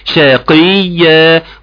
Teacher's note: والقاف مكسورة في اقل درجات التفخيم بتاعتها